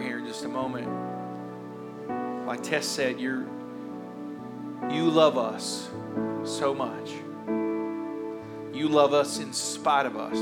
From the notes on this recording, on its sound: a rebroadcast of our service from October 31st, 2021